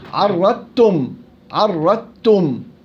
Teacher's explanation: ادغام الضاد بما بعدها عرضتم عرضتم، أضغمت الضاد في التاء